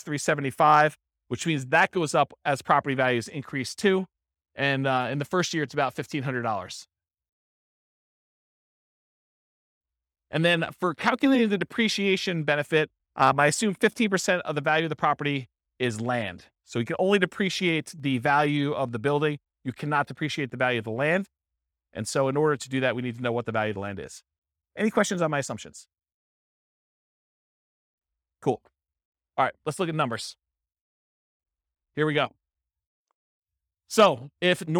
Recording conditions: live audience